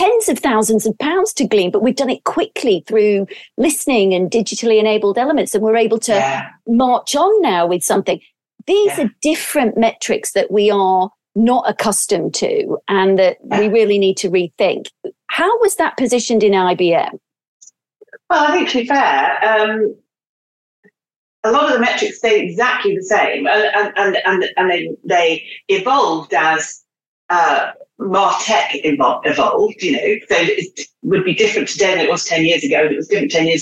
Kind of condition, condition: link, video call